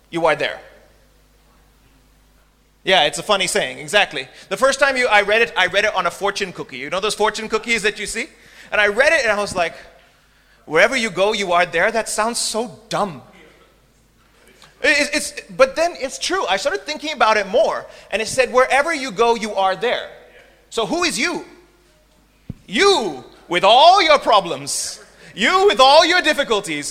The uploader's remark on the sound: This was at the beginning of a very fruitful and busy one month here in Uganda. Speaking before a Ugandan audience and I think you will enjoy the atmosphere captured in this live recording.